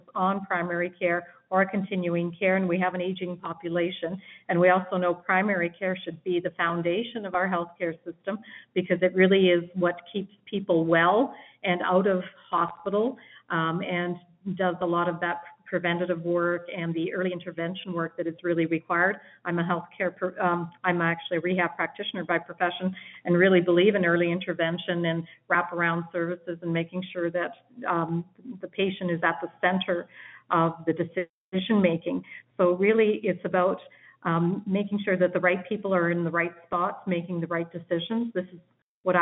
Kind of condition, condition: link, phone line